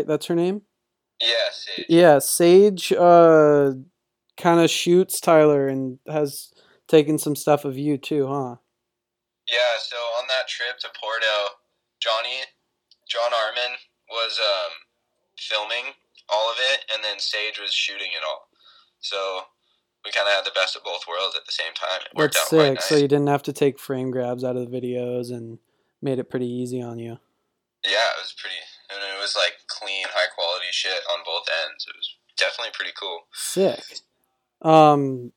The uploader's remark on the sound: makes a phone call